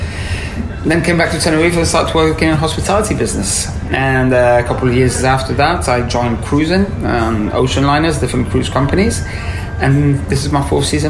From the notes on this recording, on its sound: outside a Rokeby Road cafe